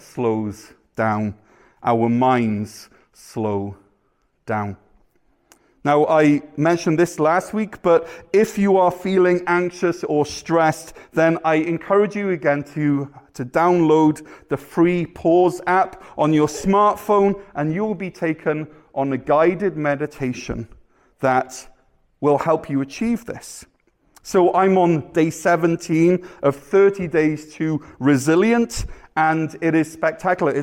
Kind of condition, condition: setting, large echoing room